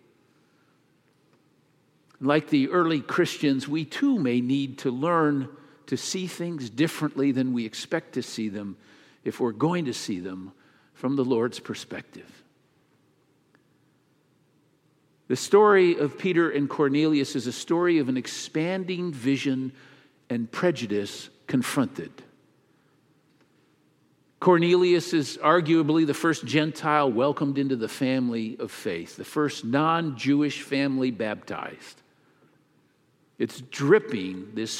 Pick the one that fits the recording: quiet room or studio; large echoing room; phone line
large echoing room